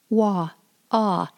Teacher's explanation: This is the Pawnee long A. The Pawnee long A says ah, like the English A in father and water.